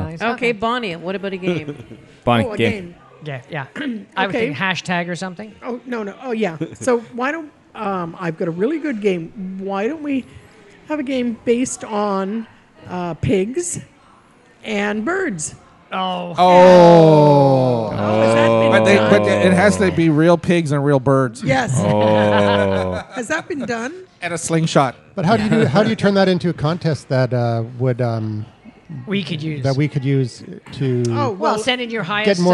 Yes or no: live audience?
yes